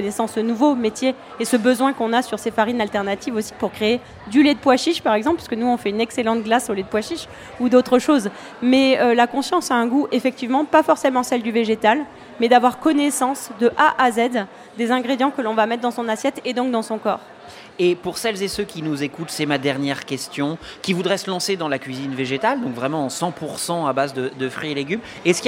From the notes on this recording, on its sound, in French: en direct de Marseille et du So good Festival